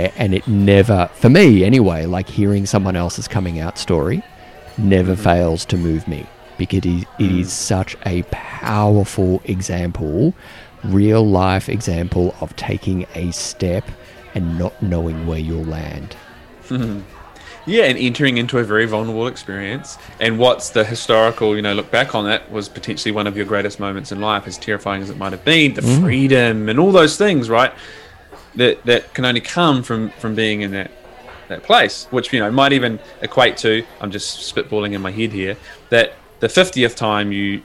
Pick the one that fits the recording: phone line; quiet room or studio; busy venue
busy venue